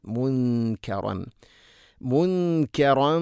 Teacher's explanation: സാക്കിന നൂണ് ശേഷം കാഫ് ഇഖ്ഫാ ഗുന്ന അവ്യക്തമാക്കി മണിക്കണം